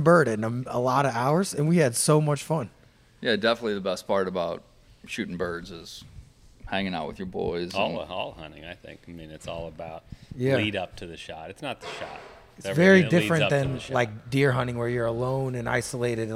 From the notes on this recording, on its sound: This week we are live from Honey Brake Lodge in Jonesville, Louisiana in the midst of a big time duck camp.